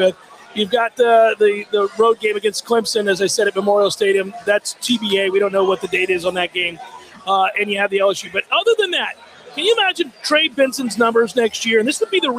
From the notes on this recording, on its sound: LIVE from the Harry Buffalo in Orlando!